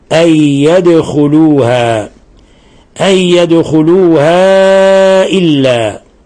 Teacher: وبما أن الدال ساكنة وهي من حروف القلقلة، فنقلقل الدال